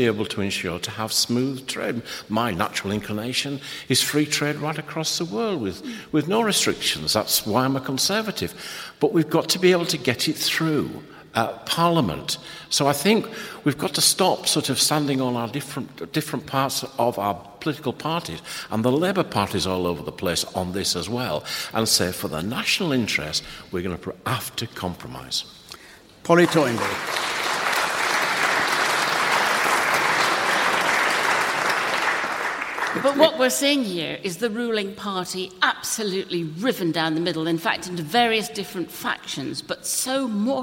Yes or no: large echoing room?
yes